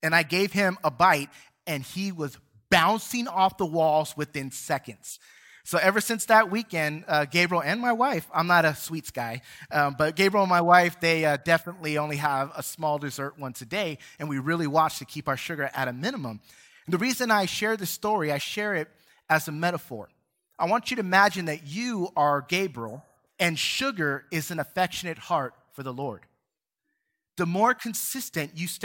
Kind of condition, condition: setting, large echoing room